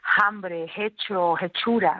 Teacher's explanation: esa aspiración de la F latina